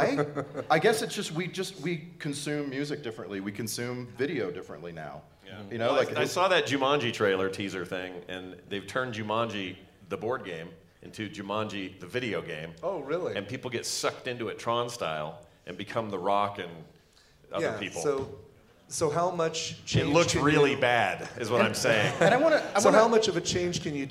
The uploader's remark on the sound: Our Nerdtacular 2017 live episode!